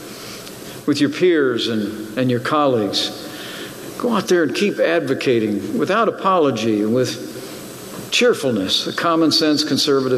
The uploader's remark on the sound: Remarks at National Conservative Student Conference.